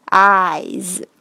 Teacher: 而且这里的 I's，这个 S 也是念成 Z 这个音